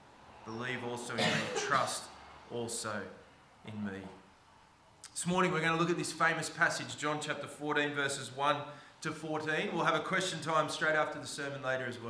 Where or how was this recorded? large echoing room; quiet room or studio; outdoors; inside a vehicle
large echoing room